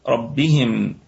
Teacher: ربهم الراء مشددة مفخمة، ربهم الكلمة بقية الكلمة كلها مرققة، ربهم، ونراعي في سكون الميم ربهم، وتكون في رابع درجات الغنة، في رابع درجات الغنة، ونقف عليها بوجه واحد فقط بالسكون المحض.